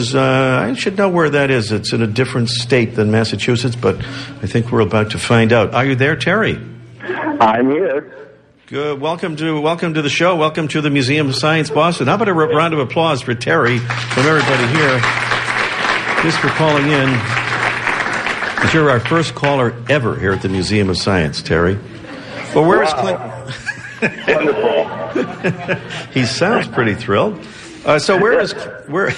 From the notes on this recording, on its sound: Live from the Boston Museum of Science